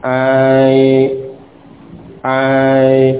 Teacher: Ya, alif kemudian diarahkan dibelokkan ke arah ya. Tetapi tidak sampai menjadi ya, hanya tetap alif, hanya saja diarahkan dibelokkan ke arah ya. · Term: imalah